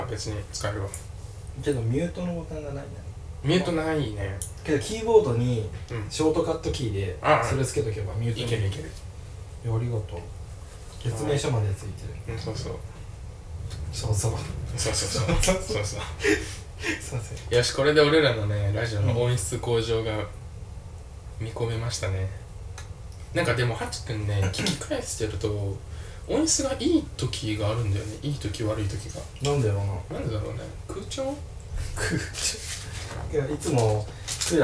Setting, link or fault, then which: fault, phone or laptop microphone